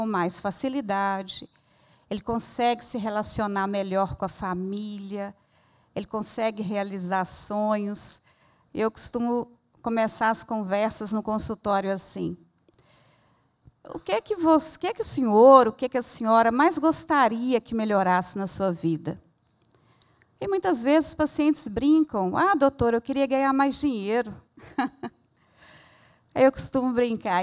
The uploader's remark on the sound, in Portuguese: Este episódio foi gravado ao vivo no Centro Cultural da Usiminas. Na cidade de Ipatinga.